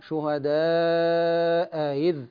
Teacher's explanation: الصورة الأولى أن تأتي الهمزة الأولى مفتوحة والثانية مكسورة، كما في قوله تعالى شهداء إذ، وهنا حكم الهمزة الثانية التسهيل بينها وبين الياء، فورش يقرأ شهداء إذ هكذا.